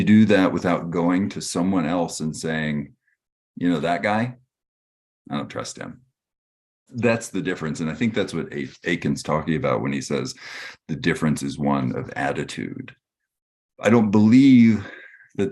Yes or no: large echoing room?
no